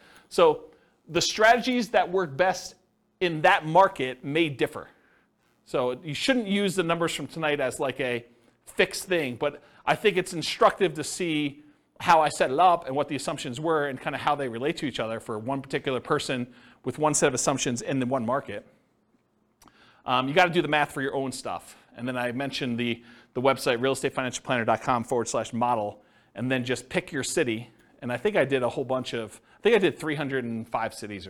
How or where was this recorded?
live audience